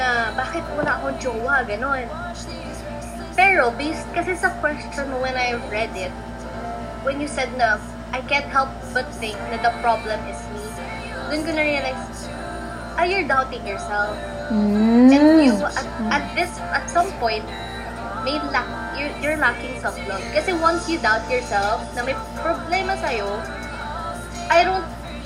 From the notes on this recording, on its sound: Apologies in advance if the audio quality isn't 100%, as the pandemic has forced us to produce this purely on an online basis.